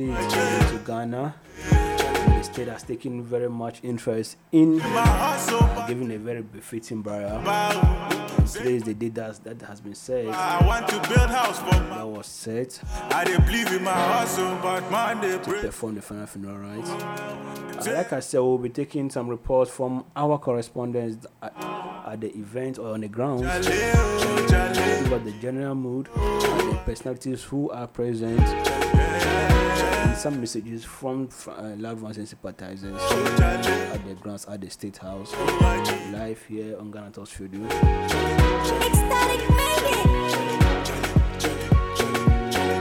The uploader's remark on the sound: Live Funeral Service At the State House